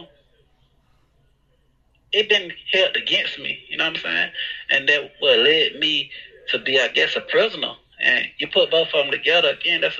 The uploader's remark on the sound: Phone Interview